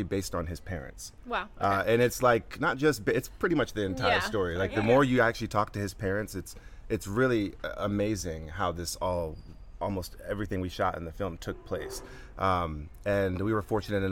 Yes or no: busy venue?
yes